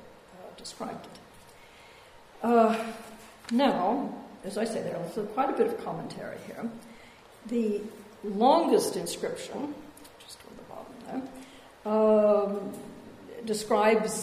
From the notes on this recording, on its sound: A public lecture. Part of the Al-Mizan exhibition which explores the connections between the sciences and arts in Muslim societies.